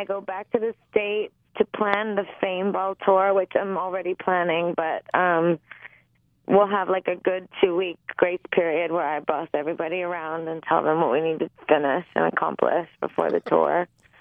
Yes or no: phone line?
yes